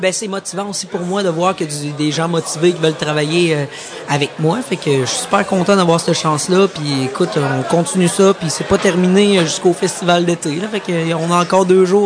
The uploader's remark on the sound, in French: au Festival d'été de Québec, sur les ondes de CKRL 89,1 en direct du bar Le Sacrilège